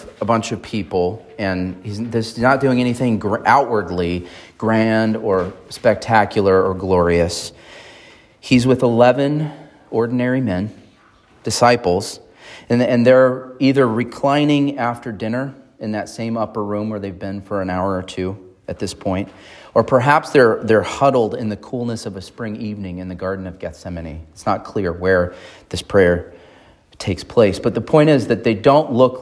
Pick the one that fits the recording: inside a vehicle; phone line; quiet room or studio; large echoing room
large echoing room